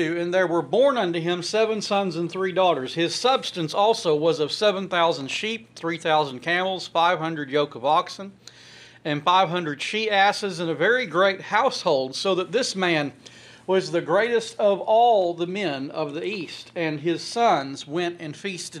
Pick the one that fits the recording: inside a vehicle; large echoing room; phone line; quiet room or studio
large echoing room